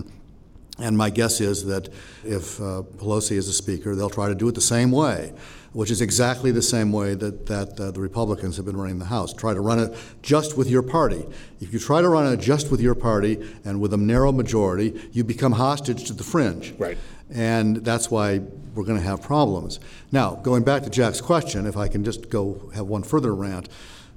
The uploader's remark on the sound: Record in front of a live audience of members of the World Affairs Councils of America.